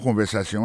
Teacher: Mot conversation, accent tombé sous avant-dernier syllabe